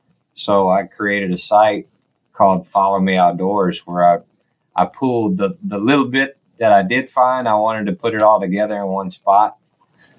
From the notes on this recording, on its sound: Ready for a road trip? Jump on in I'm driving!